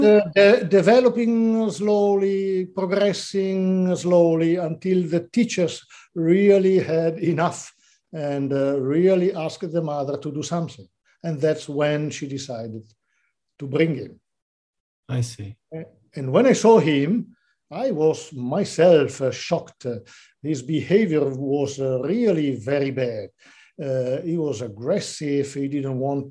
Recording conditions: video call